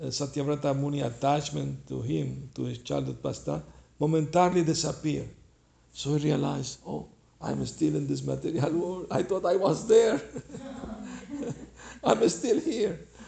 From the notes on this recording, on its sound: Lecture in San Jose CA.